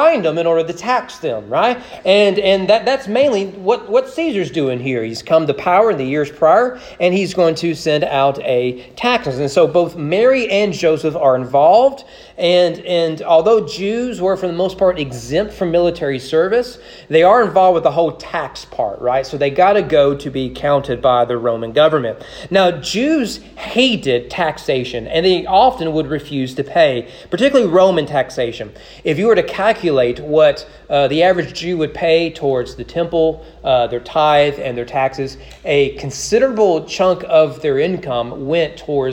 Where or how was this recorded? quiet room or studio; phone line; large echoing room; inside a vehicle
large echoing room